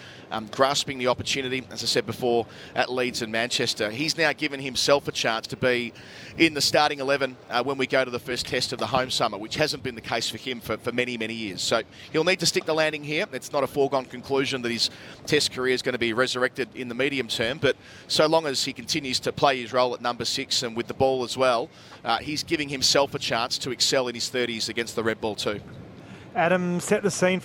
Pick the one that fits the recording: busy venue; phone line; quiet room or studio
busy venue